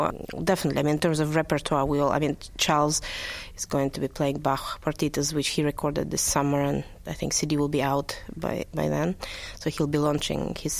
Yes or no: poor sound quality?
no